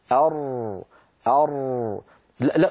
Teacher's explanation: لاحظوا بأن انحراف الراء إلى الداخل بخلاف انحراف اللام